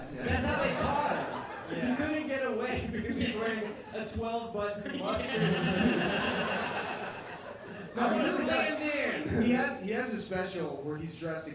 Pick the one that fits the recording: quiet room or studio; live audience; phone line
live audience